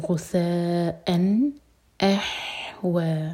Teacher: حمزہ light اور ہا حلق سے و دوہر کا لمبا، واو کی فتح کے بعد الف مقصورہ دوہر کا کھینچنے کے لیے.